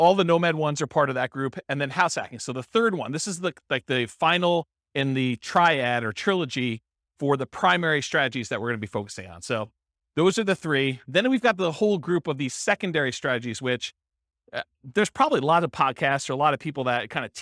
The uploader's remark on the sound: This was a live class recorded